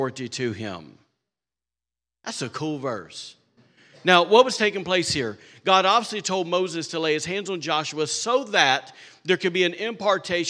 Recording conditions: large echoing room